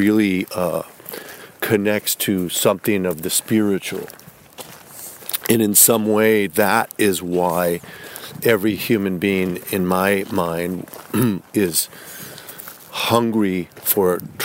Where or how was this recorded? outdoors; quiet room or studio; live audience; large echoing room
outdoors